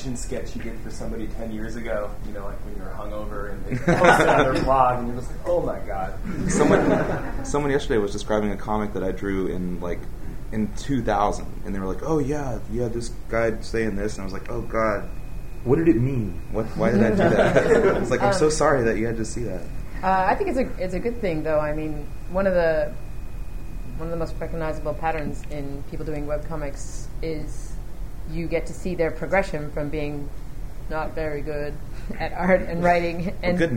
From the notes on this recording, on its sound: Here is the second panel I moderated at TCAF.